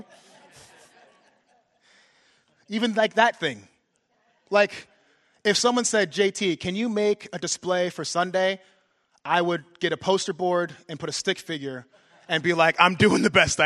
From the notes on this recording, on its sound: was preached during the fourth session at our Leaders Retreat on May 6, 2023.